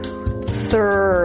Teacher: You start with a voiceless TH sound, stick the tongue out, release air, then pull the tongue in for the R. Thr. Make sure the tongue doesn't touch the upper palate and round your lips.